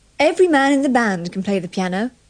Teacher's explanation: don't pronounce the second E in every